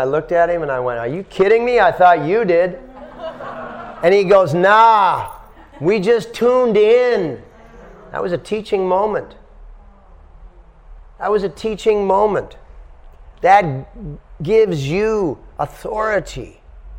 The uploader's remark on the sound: At The Dharma Temple – Vancouver | Lecture 1